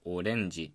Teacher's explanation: 4文字になってもオレンジとかでも一緒で後ろから3文字目が高い